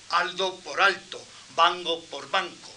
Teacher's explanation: la sonorización transnasal y líquida